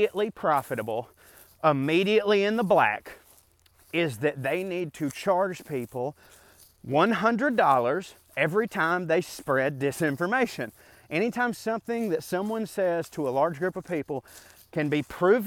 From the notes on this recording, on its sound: A rant I went on while walking through the woods.